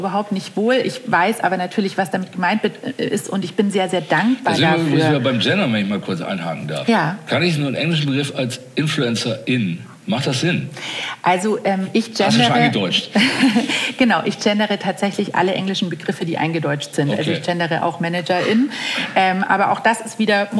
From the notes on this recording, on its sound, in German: KKongress Special 2021. Im Live-Podcast.